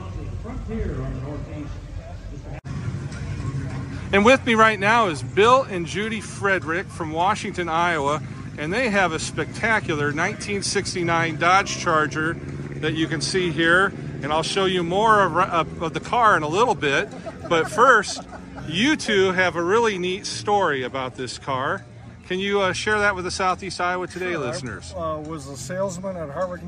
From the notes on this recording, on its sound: the sights and sounds of the Corn Country Cruisers' July 8, 2023, Cruise-In on the Square in Washington, Iowa!